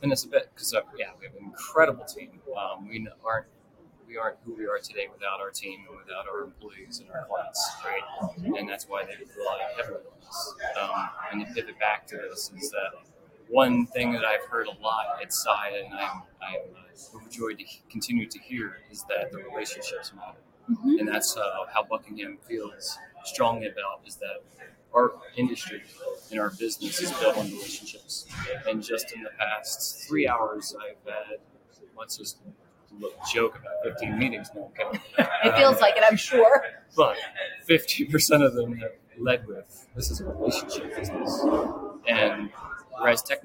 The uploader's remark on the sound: Live at the SIIA 2022 Engage Conference